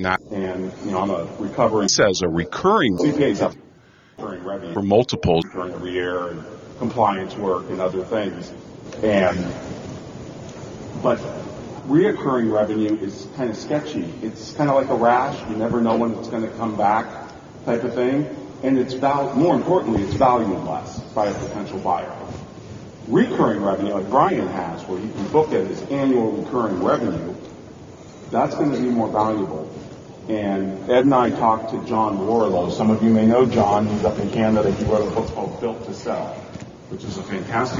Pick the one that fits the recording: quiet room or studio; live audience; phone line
live audience